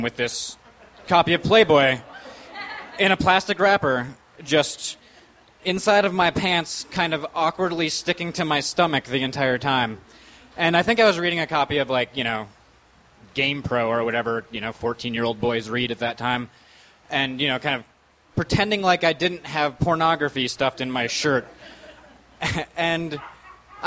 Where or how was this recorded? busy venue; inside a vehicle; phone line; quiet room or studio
busy venue